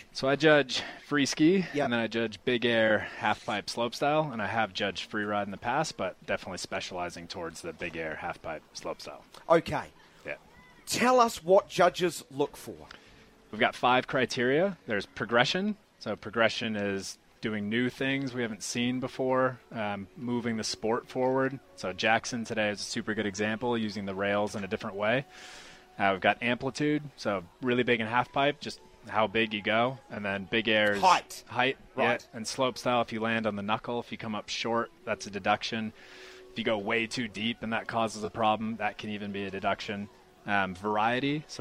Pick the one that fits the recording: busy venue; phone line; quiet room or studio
busy venue